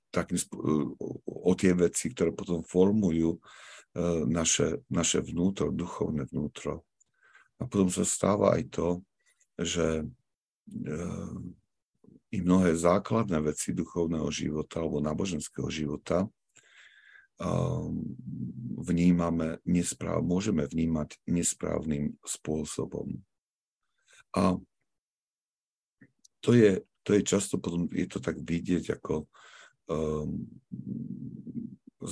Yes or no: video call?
yes